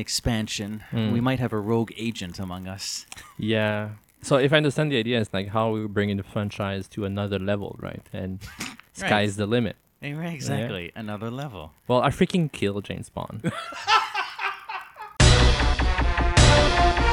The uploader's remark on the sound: While the overall audio quality of this episode is fine, listeners will certainly detect a distinct static noise in the background. We had some technical difficulties that were only fixed in the second hour of our discussion.